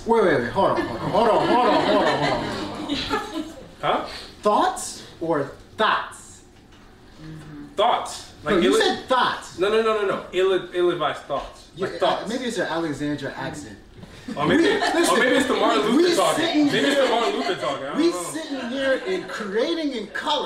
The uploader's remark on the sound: During the #CreatingInColor social mixer event in Washington, D.C. The #illadvisedwiseguys podcast had the pleasure of performing their FIRST EVER live show!